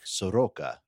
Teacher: the first O is like an uh sound, and the second one, which gets the emphasis, is an O sound. So same letter.